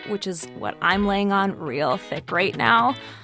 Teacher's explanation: … is a producer at Radiolab, and … talking there in a session about how women are so often criticized for using vocal fry, which is what I'm laying on real thick right now, or, you know what, just talking the way they might normally talk.